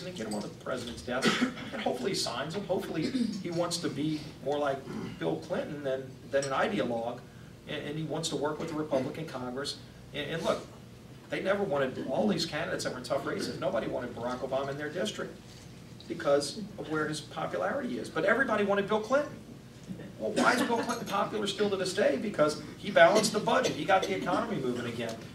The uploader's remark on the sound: WASHINGTON, DC. Spoke to a luncheon meeting of The Ripon Society.